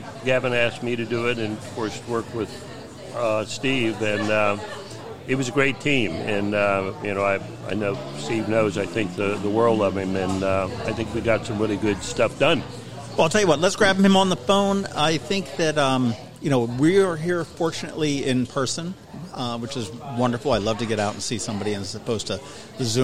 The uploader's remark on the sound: Boatyard Bar & Grille in Eastport. We ate lunch in the bustling tent out front --hence the background noise.